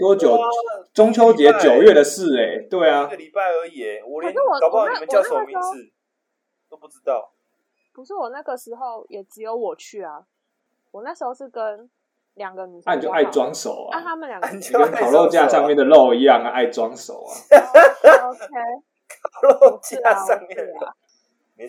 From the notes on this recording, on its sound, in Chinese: 從拙劣的音質中嘗試萌芽成長!因為採用遠端錄音和極度拙劣的剪輯能力，請大家多包容音質和音量上的問題。